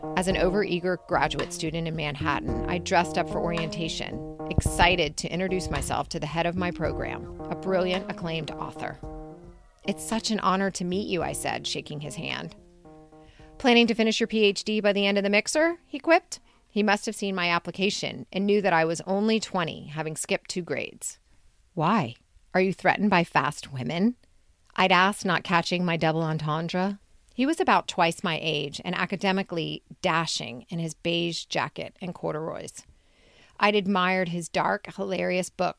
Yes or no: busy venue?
no